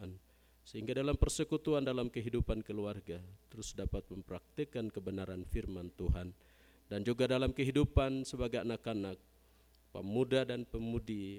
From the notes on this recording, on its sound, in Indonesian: GKI Kalvari Tembagapura. Khotbah dan Doa Syafaat rekaman ibadah Minggu Pagi tgl 19 Maret 2023.